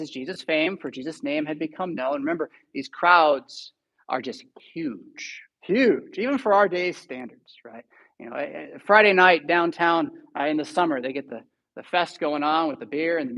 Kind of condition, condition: setting, large echoing room